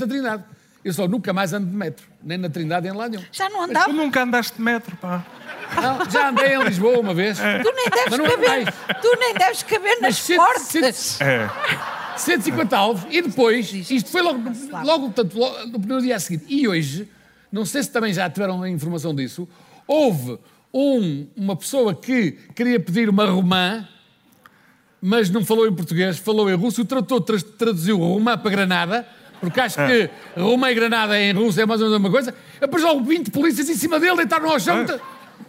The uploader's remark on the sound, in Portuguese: Ao vivo no Festival Escritaria. Episódio gravado ao vivo em Penafiel no festival Escritaria. Com a ajuda do público.